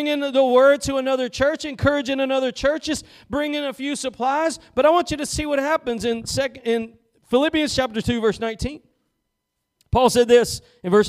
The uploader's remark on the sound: Preached at Gospel Lighthouse in Bossier City, La.